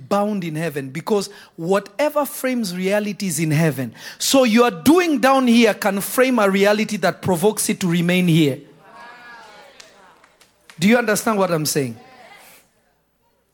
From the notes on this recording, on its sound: This Episode was recorded live on June 26 at Revelation Church in Simi Valley, CA.